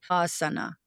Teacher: drop the jaw down on the first syllable and don't drop the jaw down on the second one. So keep it, because it's the first syllable is long ah.